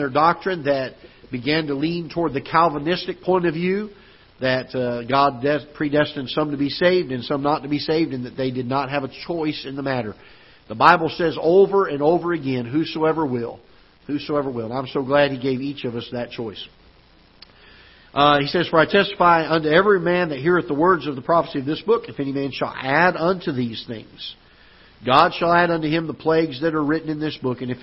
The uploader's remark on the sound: Ketha Heights Baptist Church ~ Live Broadcast.